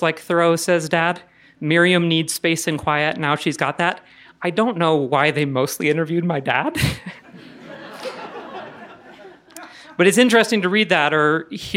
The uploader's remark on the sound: Told this story in front of a live audience at Buntport Theater.